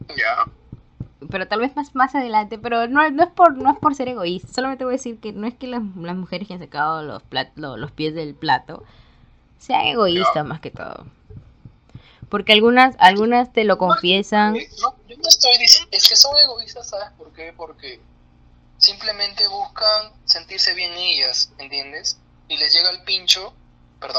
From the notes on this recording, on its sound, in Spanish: Un podcast que no tiene el mejor audio.